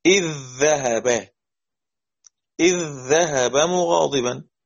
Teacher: اتفق القراء كلهم على إدغام ذال إذ في الذال